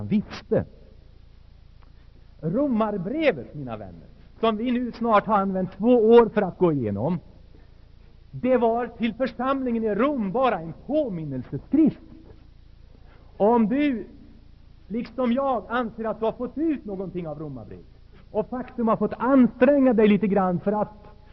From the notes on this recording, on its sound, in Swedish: Inspelad i Saronkyrkan, Göteborg 1980-10-19.